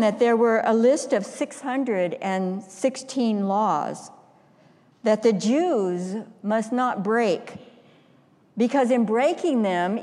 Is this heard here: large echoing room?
yes